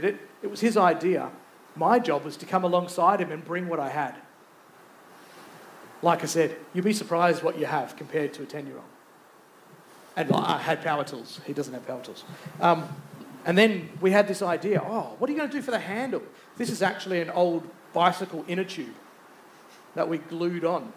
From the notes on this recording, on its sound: Recorded Live. Geraldton Baptist Church.